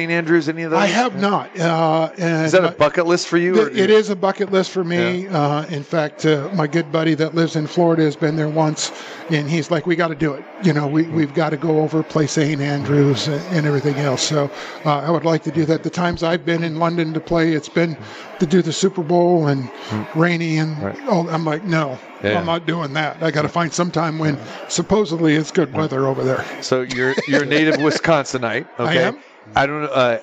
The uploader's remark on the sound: Live at the Suoerbook at the Westgate